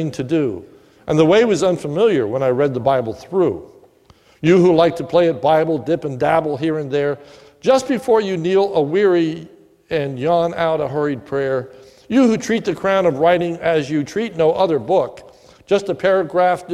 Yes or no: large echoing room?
yes